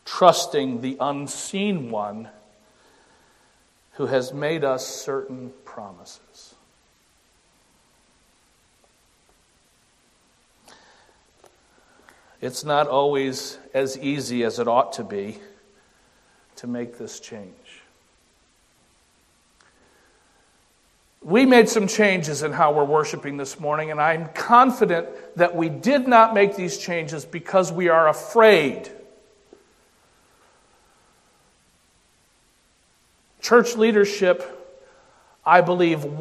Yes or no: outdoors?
no